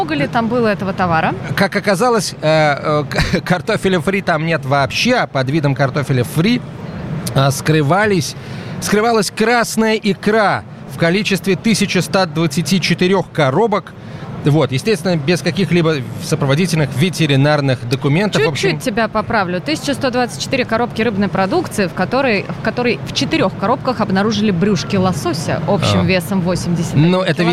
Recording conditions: busy venue